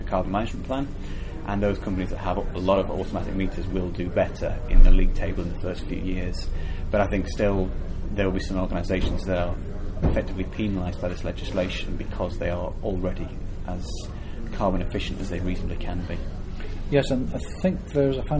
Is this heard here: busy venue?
yes